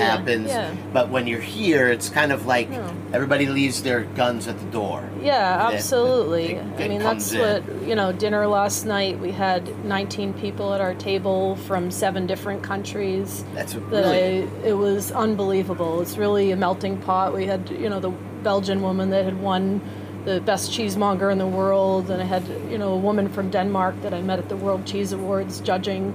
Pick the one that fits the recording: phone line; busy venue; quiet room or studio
busy venue